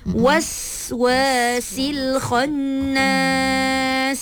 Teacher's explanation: Was. Bunyikan sofir pada sin. Waswasil khannas.